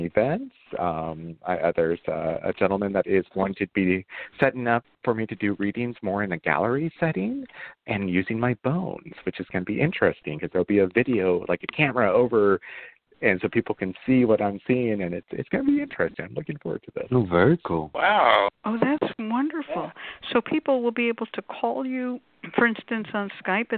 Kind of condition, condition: link, phone line